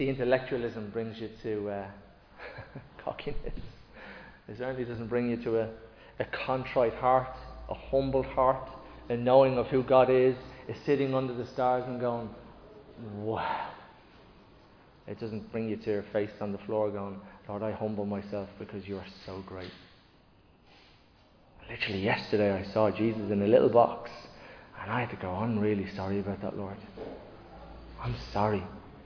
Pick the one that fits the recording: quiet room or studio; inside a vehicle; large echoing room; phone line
large echoing room